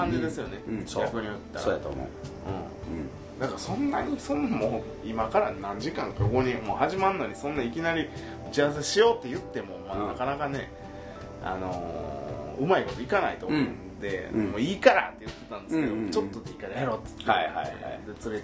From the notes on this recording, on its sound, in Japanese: パーティーの中収録。ワンパク小僧乱入！